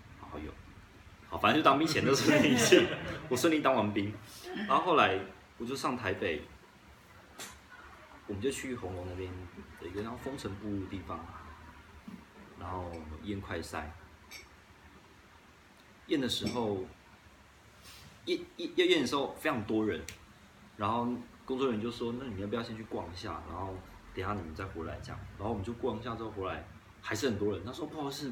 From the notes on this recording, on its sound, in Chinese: 錄製地點 《在朋友家 小吃吧》。所以，錄影結束之後，我都還問了現場的讀者。